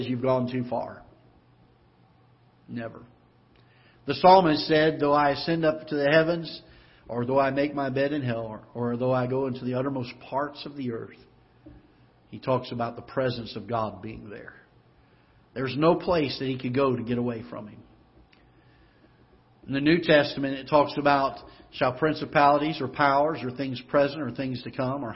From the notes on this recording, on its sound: Ketha Heights Baptist Church ~ Live Broadcast.